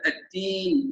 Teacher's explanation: يخرج نسبه من الهواء فتكون الدال قريبه من التاء، الدين مثلا، وهذا خطا.